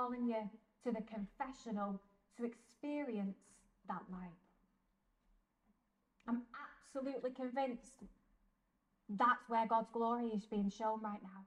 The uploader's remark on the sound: This episode is a live-talk given at the Blessed Sacrament Shrine in Liverpool on Monday 11th December 2023.